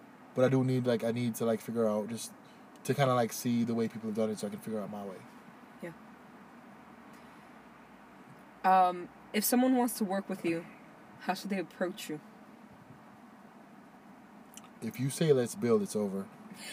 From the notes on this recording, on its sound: Fun things that happened while recording: A young woman ran up to the car and started dancing and we may or may not have heard gunshots in the background.